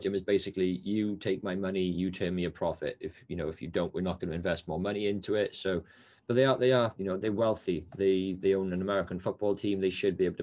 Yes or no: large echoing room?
no